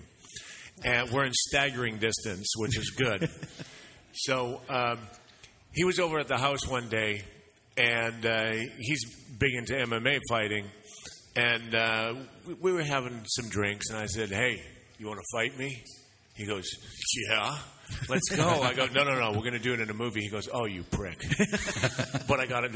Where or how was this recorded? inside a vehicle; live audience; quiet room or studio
live audience